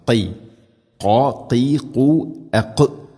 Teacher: ഖാഫ് തൊണ്ടയുടെ മുകൾ ഭാഗം, അത് കഴിഞ്ഞ് ചെറുനാക്ക്, ഖൈ ഖാ ഖീ ഖു അഖ്.